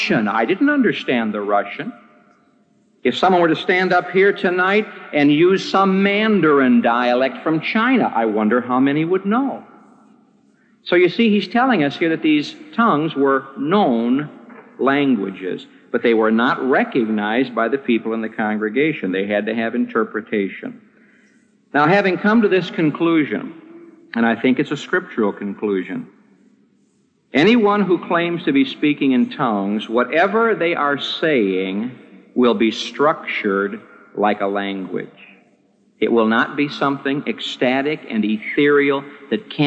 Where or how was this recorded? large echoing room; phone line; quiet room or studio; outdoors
large echoing room